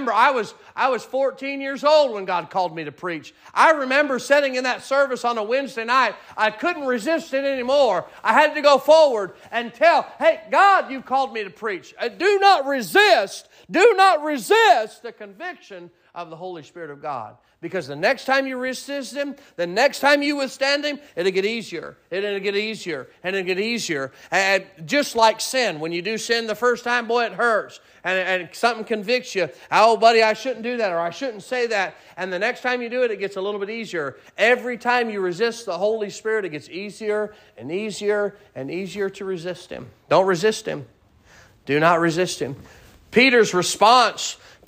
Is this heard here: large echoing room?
yes